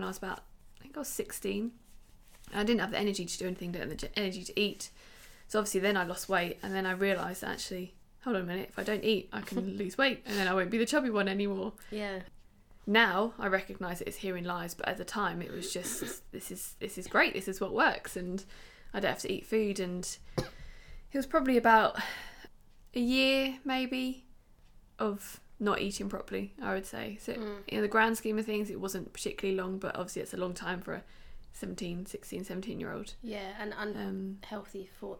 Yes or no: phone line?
no